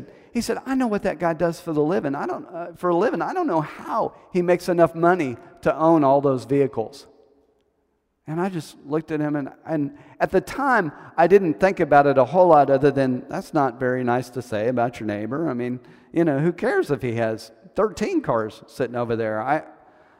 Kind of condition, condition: setting, large echoing room